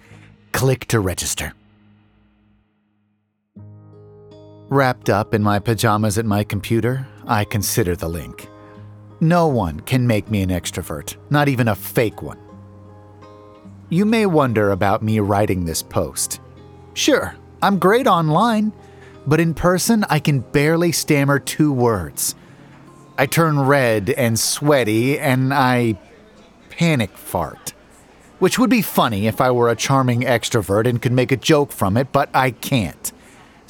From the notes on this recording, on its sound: Broadcasting live from a seemingly innocuous coffee shop